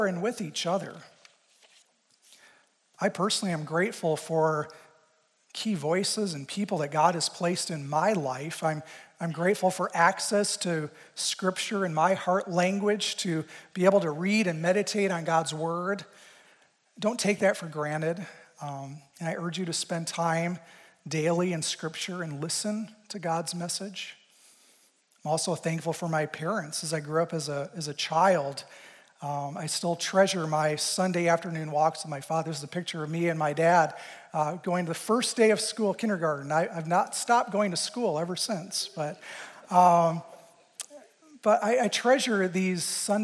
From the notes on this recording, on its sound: Recorded live at Cornerstone University’s Christ Chapel. A service of Cornerstone University, Grand Rapids, Michigan.